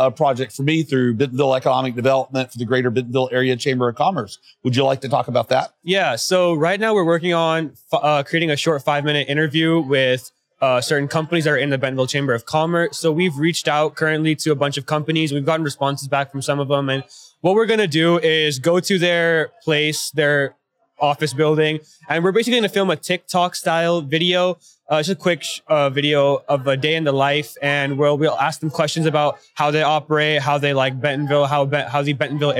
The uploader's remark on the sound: These conversations were live-recorded at the 2023 Northwest Arkansas Technology Summit